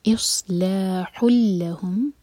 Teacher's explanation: تنوین کے بعد لام تو ادغام بغیر غنہ کا